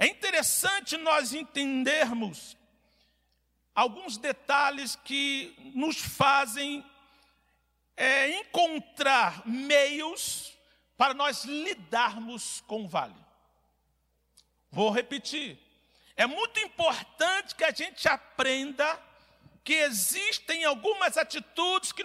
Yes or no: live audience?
yes